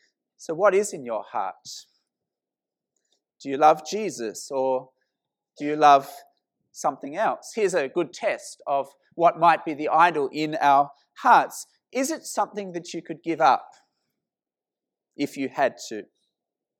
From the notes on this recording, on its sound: This sermon was preached at St Mary's Cathedral, KL on 2nd September 2018.